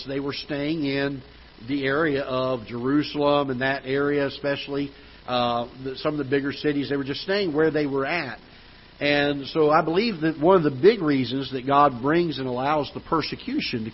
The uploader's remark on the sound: Ketha Heights Baptist Church ~ Live Broadcast